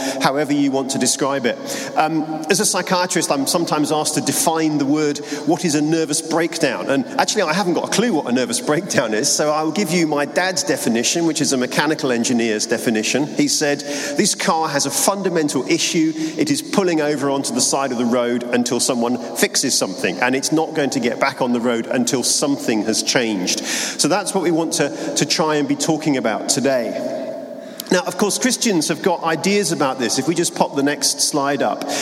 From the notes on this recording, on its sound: Keynote from the Mind and Soul "Running On Empty" conference.